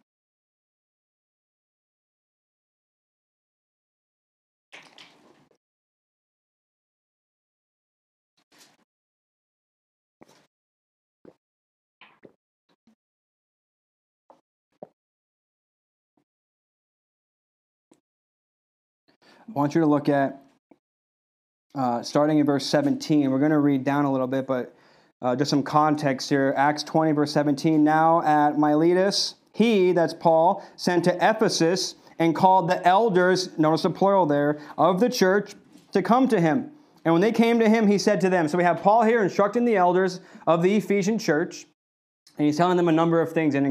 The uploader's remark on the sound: This message was delivered on February 7th, 2021 at Redeemer Community Church.